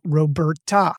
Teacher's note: It's the B-E-R that's emphasized.